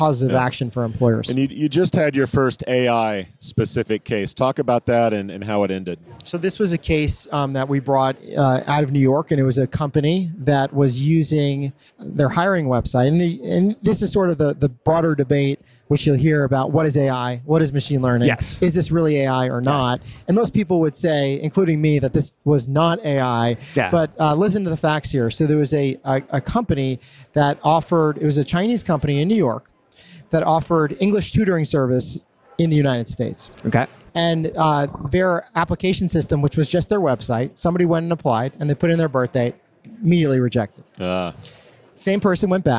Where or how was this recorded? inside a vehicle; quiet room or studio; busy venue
busy venue